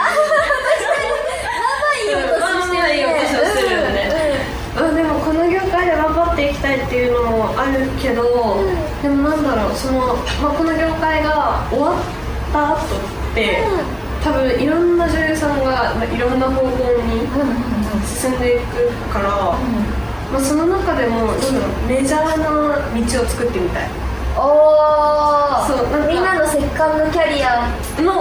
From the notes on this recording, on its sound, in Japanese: 公開収録第二部。